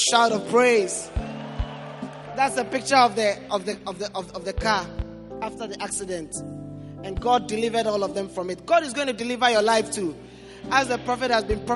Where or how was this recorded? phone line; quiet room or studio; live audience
live audience